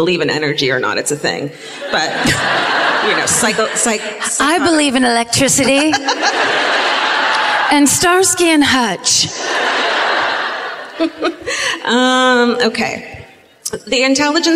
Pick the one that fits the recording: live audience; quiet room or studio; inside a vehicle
live audience